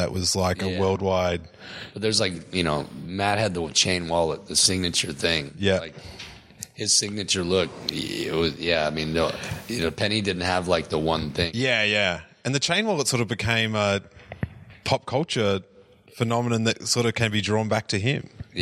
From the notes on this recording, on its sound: As it was actually recorded in a giant room for a magazine interview the sound quality isn’t at times the best